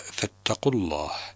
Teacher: ففي هذه الحالة يتخلف المد في حرف المد هكذا فاتقوا الله، يذهب صوت الواو والذي يبقى هو الضمة، الضمة التي على القاف